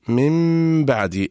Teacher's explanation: انطبقت الشفتان على ميم وانفتحت على باء. نبدأ بالميم نقول من ونختم بالباء نقول من باء. · Term: الإخفاء الشفوي